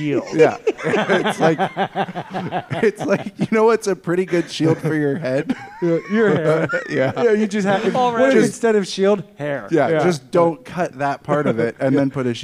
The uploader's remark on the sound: The last LIVE episode for a little while.